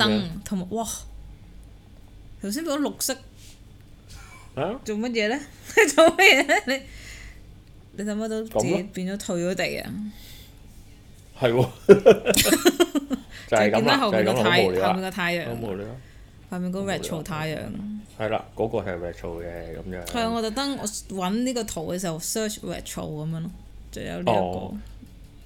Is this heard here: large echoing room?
no